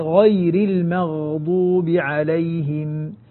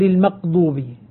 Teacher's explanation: الفرق بينهما أن الغين رخوة والقاف شديدة